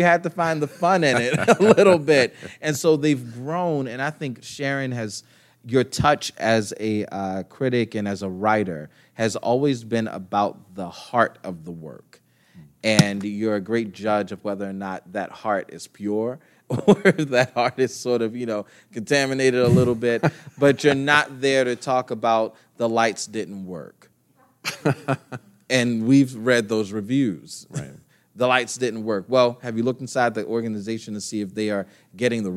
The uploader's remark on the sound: Live From Pittsburgh. Our live session with Steel City arts journalist.